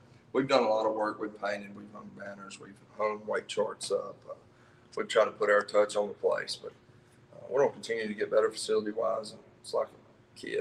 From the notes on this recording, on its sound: Live from Wingfest 2021 from Sylvania High School